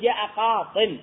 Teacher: ثم أردنا التنوين، فحين جاء التنوين التقى سكون الياء جاء قاضي والتنوين، التنوين ساكن، التنوين ساكن لأنه نون ساكنة، فحذفت الياء لالتقاء الساكنين فأصبحت قاض